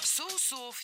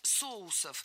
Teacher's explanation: Правильный вариант – соусов. Это слово с неподвижным ударением на основе. Поэтому во всех формах ударяем первый слог. · Shown in: second take